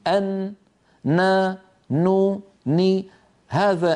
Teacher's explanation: طرف اللسان يقرع ما يحاذيه من غار الحنك الأعلى ويخرج غنة مع هذه القرعة من الخيشوم. أن نا نو ني، هذان الصوتان مع بعضهم أو هذه القرعة مع الغنة مجموعهما يشكل حرف النون.